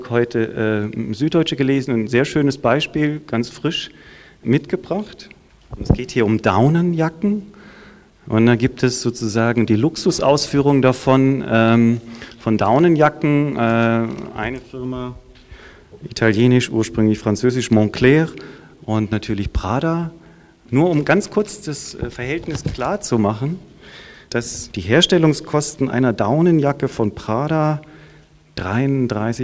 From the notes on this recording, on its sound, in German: Podiumsdiskussion im Postcolonial Flagshipstore